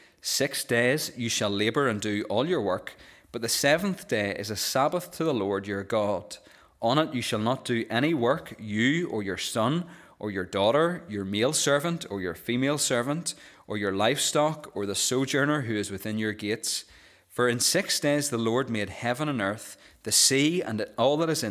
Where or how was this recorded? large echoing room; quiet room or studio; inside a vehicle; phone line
large echoing room